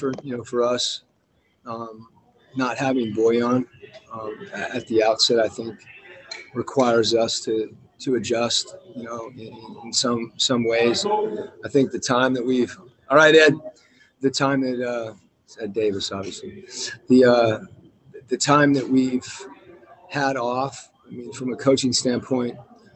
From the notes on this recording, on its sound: Spoke with local media over ZOOM from Orlando after his team's first practice.